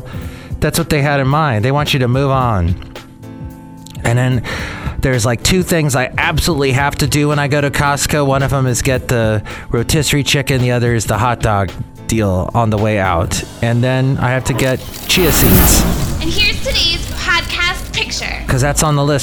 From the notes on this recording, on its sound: podcasts live from Café Anyway